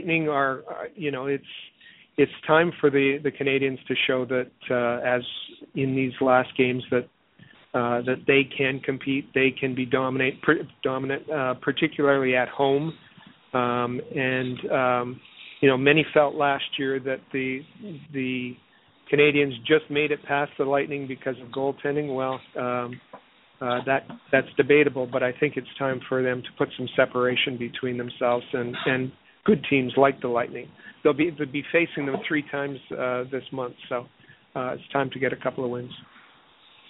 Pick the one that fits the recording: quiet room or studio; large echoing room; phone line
phone line